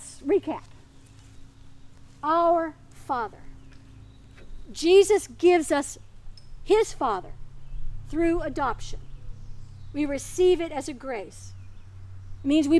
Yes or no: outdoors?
yes